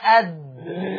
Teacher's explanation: ظهر طرف اللسان مع اصول الثنايا العليا